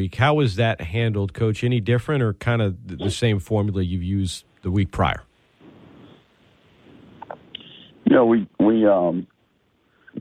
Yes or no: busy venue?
no